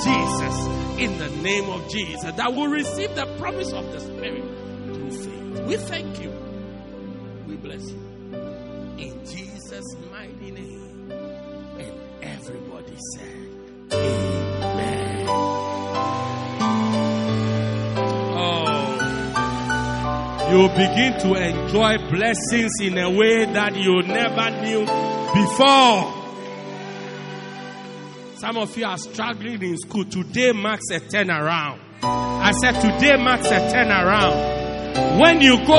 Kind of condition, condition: setting, large echoing room